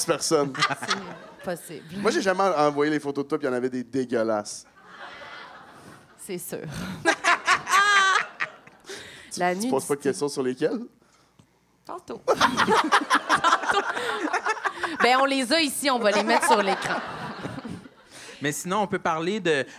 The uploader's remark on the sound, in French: LIVE à Montréal! Se joignent à nous pour des confidences LIVE au Cabaret Lion d'Or de Montréal!